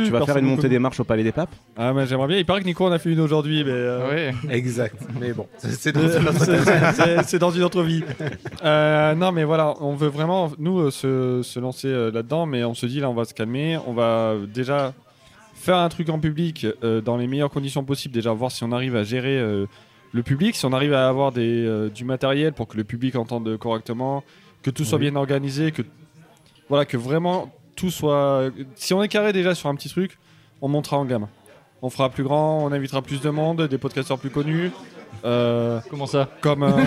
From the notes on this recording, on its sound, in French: Nous enregistrons l'épisode 22 à bord de la péniche à vin VINOTAGE , amarrée sur les berges du Rhône à Avignon. En live à bord du Vinotage. À bord de la péniche à vin VINOTAGE , amarrée sur les berges du Rhône à Avignon. Avec une vue imprenable sur la cité des papes.